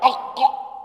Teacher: أقصى اللسان مما يلي الحلق وما فوقه من الحنك للقاف · Term: القاف